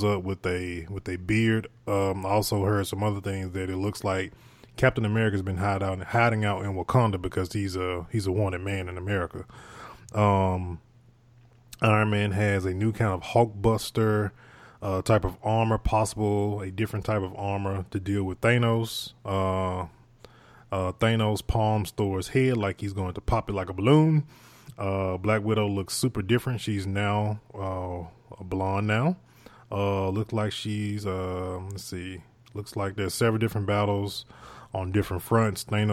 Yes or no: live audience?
no